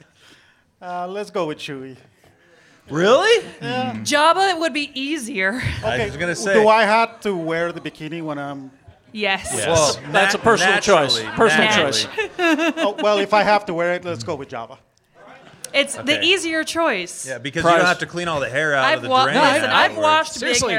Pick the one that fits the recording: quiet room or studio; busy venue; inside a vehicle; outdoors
busy venue